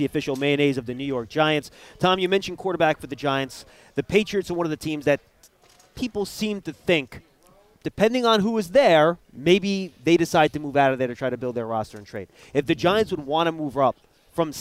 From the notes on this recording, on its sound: live from the NFL Combine